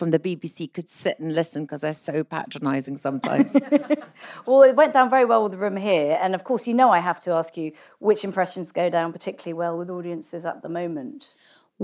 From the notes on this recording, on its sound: Live at Cinemagic’s On The Pulse festival. On stage at Cinemagic’s On The Pulse short film festival, for an episode recorded with an audience of young filmmakers on 25 March 2023. From the Queen’s Film Theatre in Belfast.